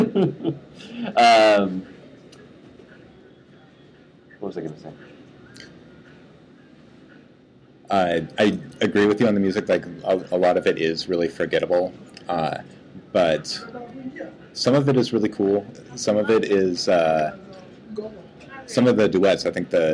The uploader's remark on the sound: Ventured out their local AMC theatre to record an episode on-location at the Seattle premiere of the new Johnnie To film.